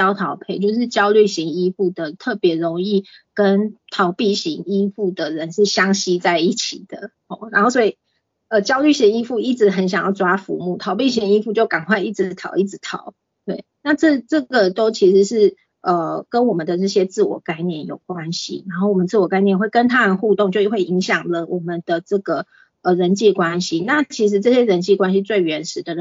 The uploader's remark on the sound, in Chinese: 講座錄音。此為線上課程錄音檔。